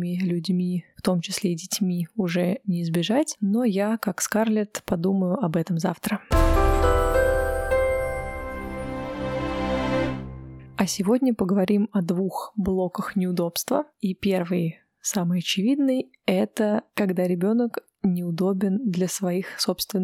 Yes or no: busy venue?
no